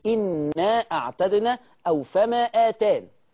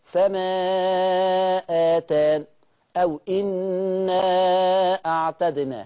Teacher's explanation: المصباح كما رأينا قصر المنفصل بمقدار حركتين، اما في الشاطبية فمد المنفصل اربع حركات. يبقى انا عندي في المنفصل المصباح بالقصر حركتين، زي إنا اعتدنا او فما آتان، ادي هذا قصر، يبقى ده من طريق المصباح.